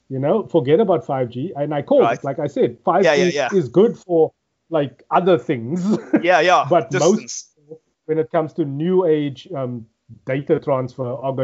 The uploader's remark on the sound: Recorded via Skype